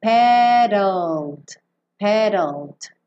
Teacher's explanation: E como o E não vai ser pronunciado, pensa em sair do D. E já ir para o L no céu da boca